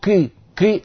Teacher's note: حرف يعني بين القاف والكاف، بين القاف والكاف، فهذا لا يصح